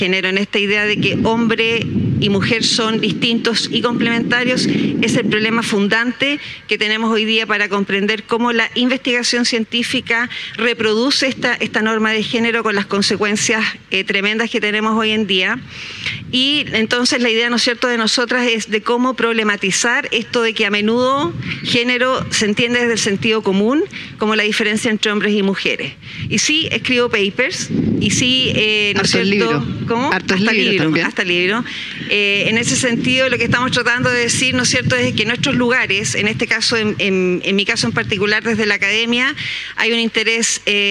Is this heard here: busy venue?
yes